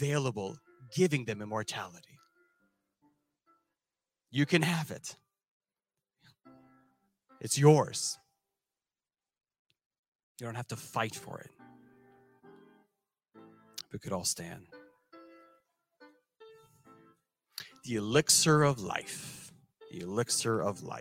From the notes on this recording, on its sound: This sermon was recorded live on July 3rd, 2022 at Newark United Pentecostal Church.